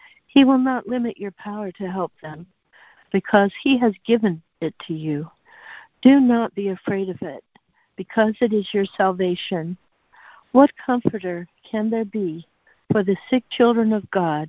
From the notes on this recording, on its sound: ACIM Daily Conference Call.